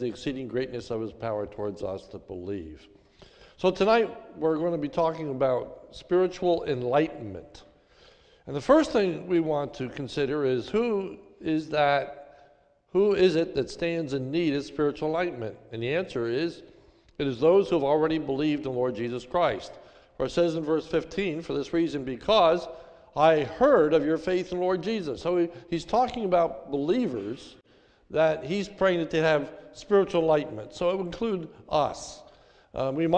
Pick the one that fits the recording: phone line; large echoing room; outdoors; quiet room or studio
large echoing room